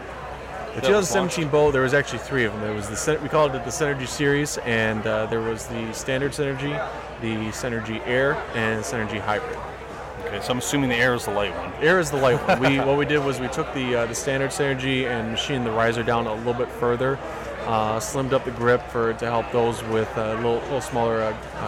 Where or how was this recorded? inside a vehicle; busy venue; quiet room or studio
busy venue